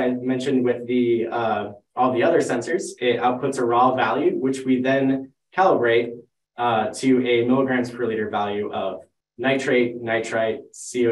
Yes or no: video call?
yes